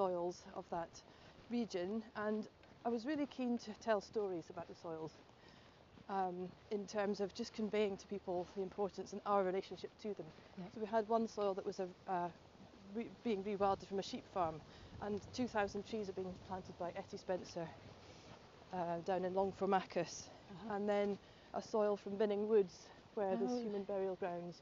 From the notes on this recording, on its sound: A walk is taking place from Dunbar to Glasgow in time for COP26. We joined the walk just after it left the Edinburgh Sculpture Workshop and went with them as far as Granton Castle Walled Garden.